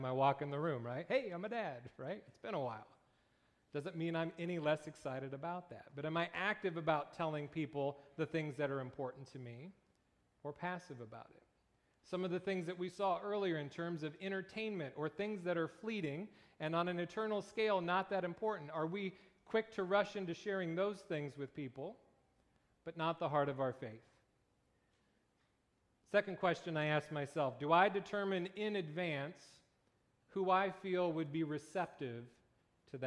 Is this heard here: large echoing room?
yes